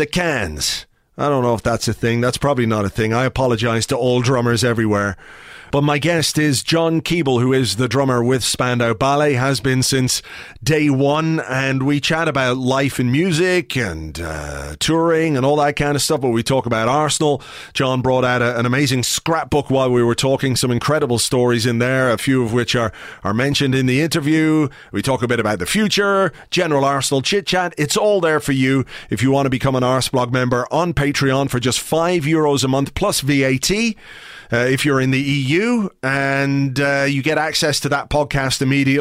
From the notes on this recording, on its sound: Telephone calls (and some Skype calls too). Today's show is a call-in show, recorded last night. I answered calls at random.